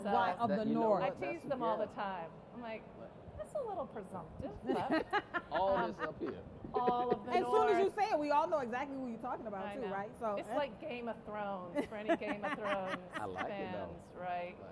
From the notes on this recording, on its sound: This episode is from the live taping at the Multicultural Leadership Experience at YMCA General Assembly.